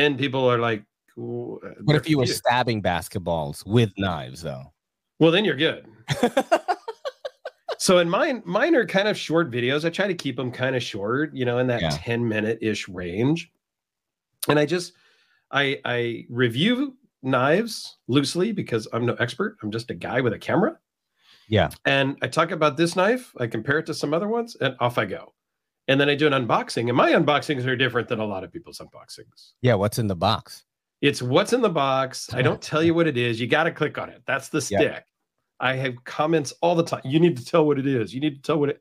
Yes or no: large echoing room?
no